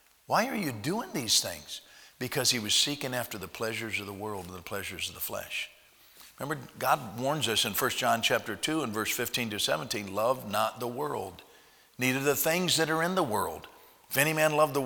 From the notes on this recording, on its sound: at Heritage Baptist Church, Lawrence Kansas on Tuesday Chapel, January 19th, 2021